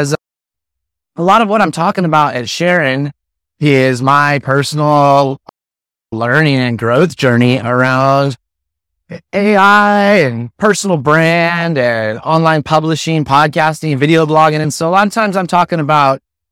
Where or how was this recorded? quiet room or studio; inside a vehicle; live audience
inside a vehicle